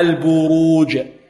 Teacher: ولكن نرقق الباء التي قبلها، البو البروج. نرقق الباء ونفخم ماذا؟ الراء · Term: التفخيم